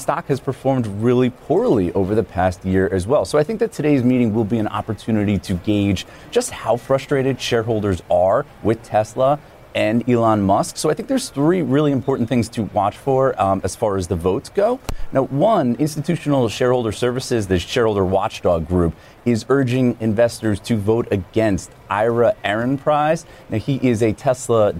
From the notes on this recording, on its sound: live from the New York Stock Exchange